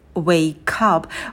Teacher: Помните наше правило linking, когда конечное согласное переходит ко второму слову, будто бы второе слово начинается со звука к